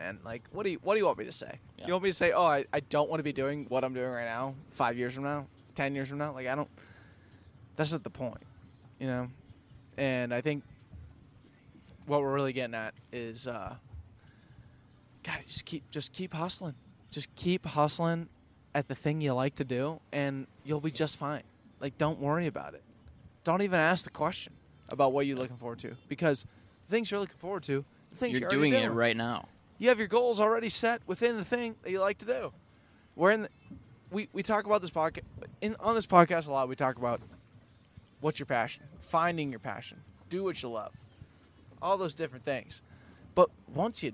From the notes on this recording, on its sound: This week we record our first ever podcast on a boat out on lake Minnetonka.